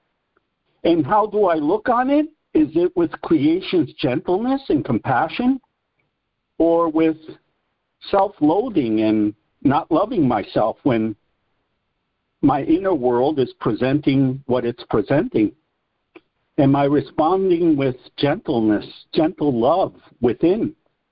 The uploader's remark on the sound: ACIM Daily Conference Call.